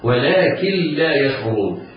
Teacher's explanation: نون ساكنة بعدها اللام حكمها الإدغام بغير غنة